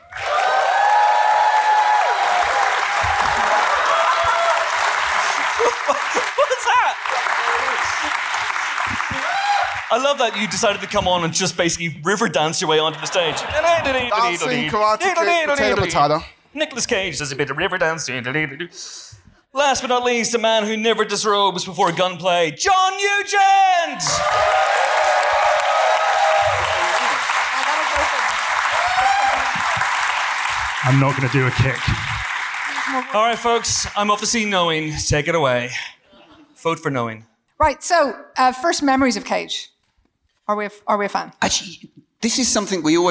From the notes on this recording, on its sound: The Empire 500 Live Show. In this special live edition of The Ranking, recorded at our all-day Episode 500 celebrations at Kings Place in February.